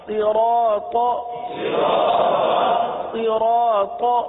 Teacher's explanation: اب یہاں پر بھی دیکھیے کہ صاد حروف صاد کو ہم نے ہمیشہ پر پڑا ہے، چونکہ حروف مستعلیہ میں سے اس کو ہمیشہ ہم نے پر پڑا ہے تو یہاں پر بھی پر پڑیں گے۔ را کے ساتھ الف ہے، الف مدہ ہے، ایک الف تک کھینچ کے پڑھیں گے